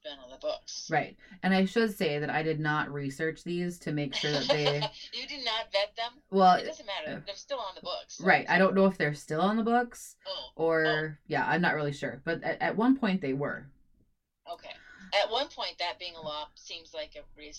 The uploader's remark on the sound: Please bear with us as we figure out the logistics of recording while Stay At Home orders are in place due to COVID-19. Sound quality for this recording is not the best.